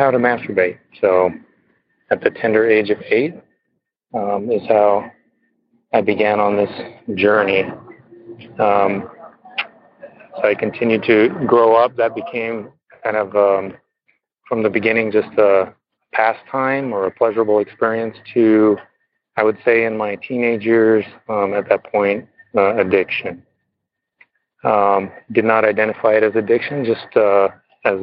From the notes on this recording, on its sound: Noon Phone Speaker Meeting